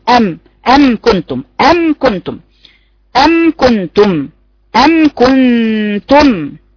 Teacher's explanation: حرف الميم مخرجه من بين الشفتين بانطباقهما